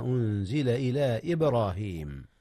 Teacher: اجتمع هنا مد منفصل وقلقلة في باء إبراهيم